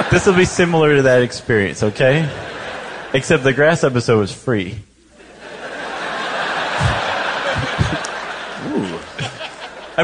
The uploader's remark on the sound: Live from San Francisco. In this show recorded live on January 5, 2017 at San Francisco’s Castro Theatre.